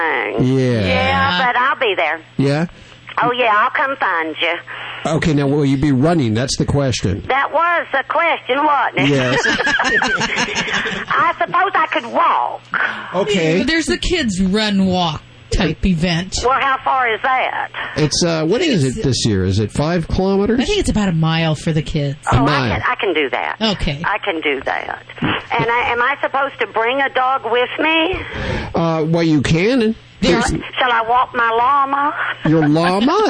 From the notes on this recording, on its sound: takes calls from Fresno, Los Angeles, Reading, Sarasota, Benton Harbor, Kanab, San Luis Obispo, Santa Barbara and Santa Maria